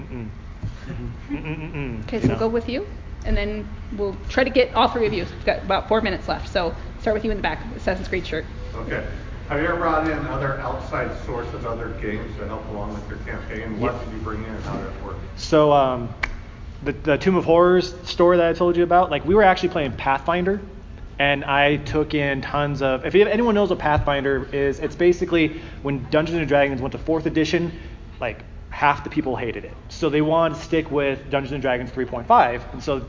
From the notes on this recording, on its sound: This is a the DM panel from Salt Lake Gaming Con!